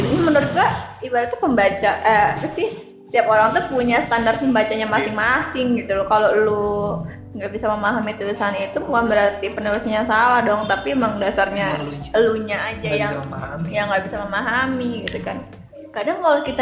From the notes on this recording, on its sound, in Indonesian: mohon maaf kalo banyak suara motor yaa